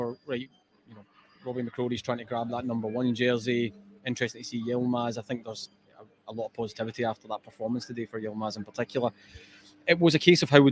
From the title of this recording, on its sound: Live Match Reaction from Ibrox